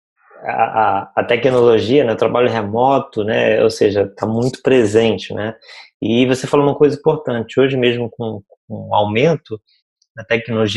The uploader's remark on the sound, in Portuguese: apresentamos o áudio do Webinar